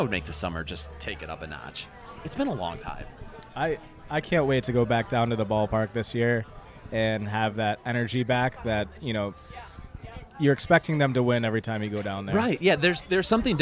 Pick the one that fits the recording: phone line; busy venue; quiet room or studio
busy venue